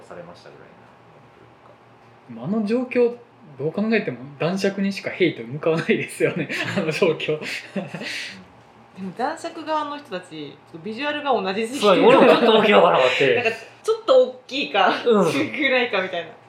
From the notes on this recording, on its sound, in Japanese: 収録環境の問題で音質が悪いです。